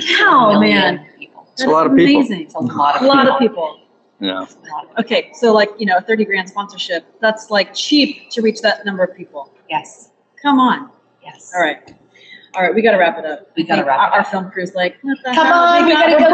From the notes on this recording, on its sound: Live from Tasca Tasca in Sonoma, CA. They’re sitting at an authentic Portuguese table with tremoços and wine.